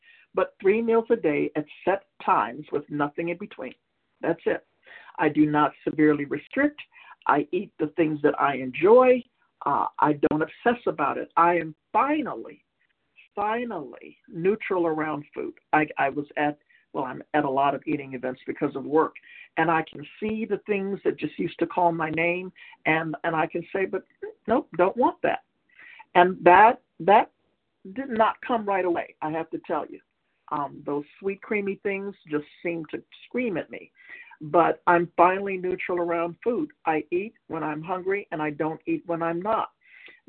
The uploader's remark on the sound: From the 100 Pounders Phone Meeting.